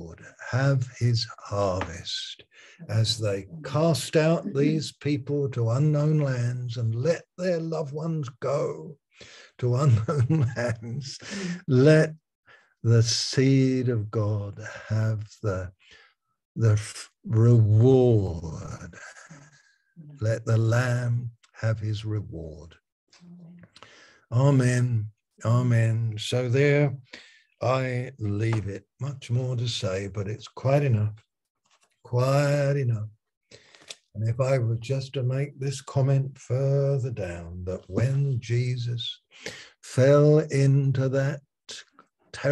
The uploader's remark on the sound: Malaysia Meets (Zoom)